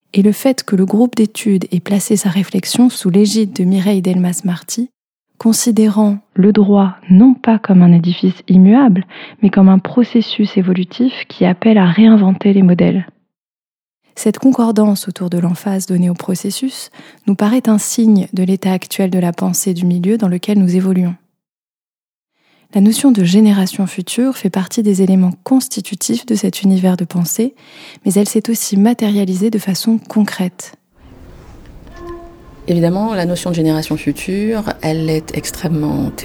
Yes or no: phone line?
no